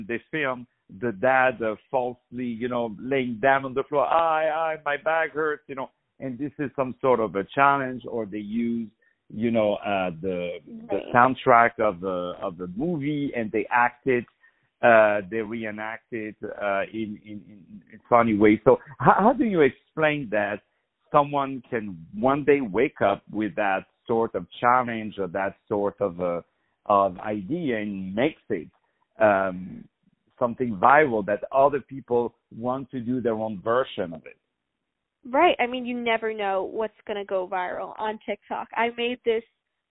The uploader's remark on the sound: On the phone